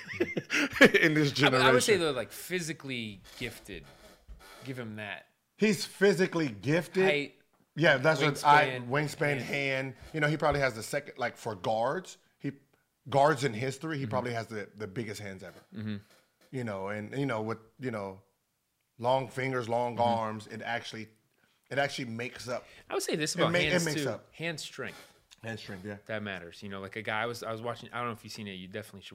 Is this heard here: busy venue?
no